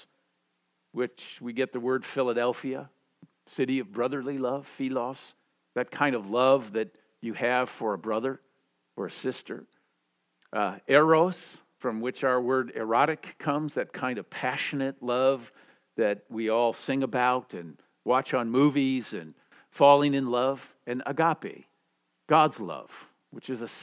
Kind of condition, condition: setting, large echoing room